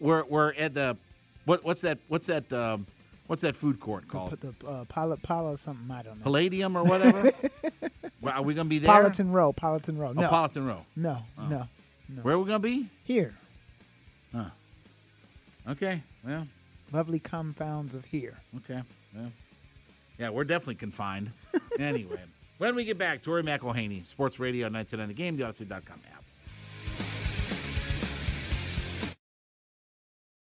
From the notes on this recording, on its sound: opens up the phone lines to allow listeners to share their thoughts